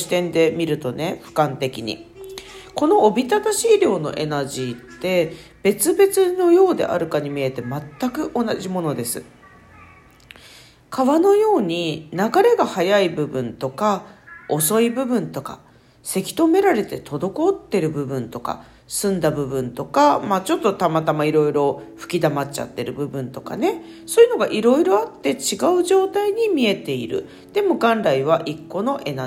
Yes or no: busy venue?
no